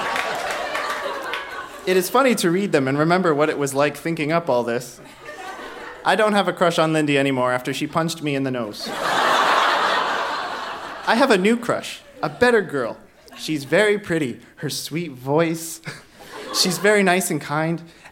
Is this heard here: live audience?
yes